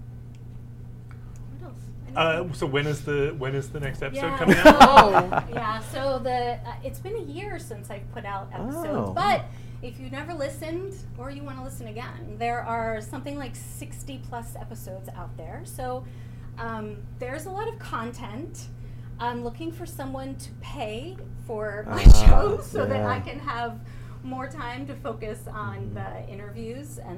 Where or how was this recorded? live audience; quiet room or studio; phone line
live audience